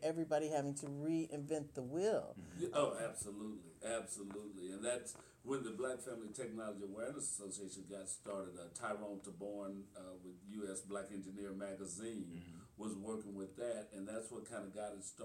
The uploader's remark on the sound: Live Coverage of the NSBE43 Kansas City Missouri Convention attended by 11,000 Black Engineers